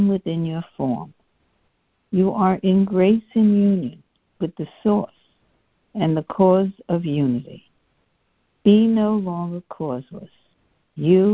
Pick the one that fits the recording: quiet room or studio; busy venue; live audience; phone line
phone line